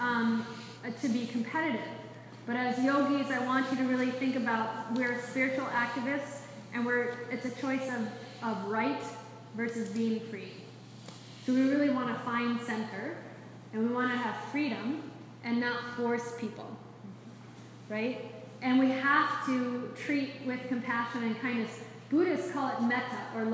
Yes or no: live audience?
yes